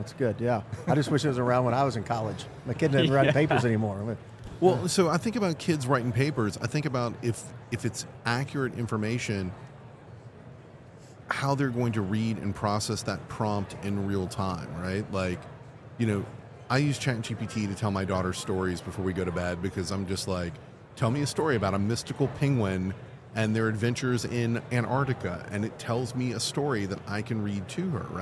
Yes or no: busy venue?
yes